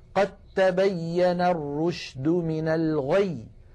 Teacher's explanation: تعالى قد تبين، التقت هنا الدال والتاء وهما من المخرج نفسه، فنحول الدال إلى تاء ثم ندغم التاء في التاء، فيصير النطق بتاء مشددة ولا يبقى للدال أثر . هكذا قد تبين الرشد من الغي، قد تاء ولم يعد · Term: إدغام